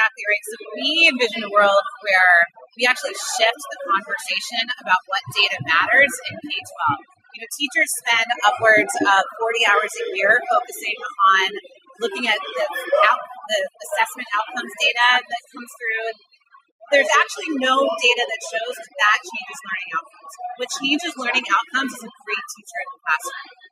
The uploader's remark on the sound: Postcards from StartEd's NY Edtech Week. This was a crowded event, and the audio quality of the interviews can be spotty at times.